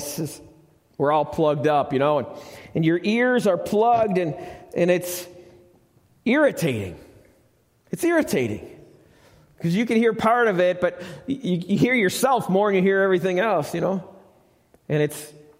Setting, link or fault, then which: setting, large echoing room